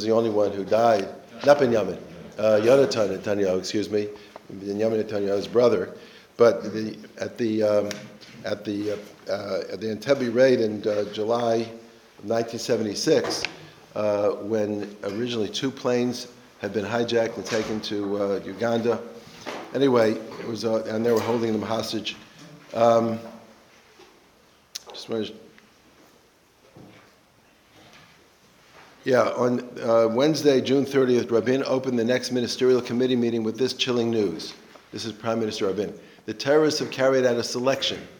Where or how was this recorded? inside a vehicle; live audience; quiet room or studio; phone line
live audience